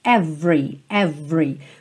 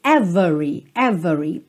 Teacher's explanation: Por norma, por padrão, não tem o E do meio pronunciado. · Shown in: first take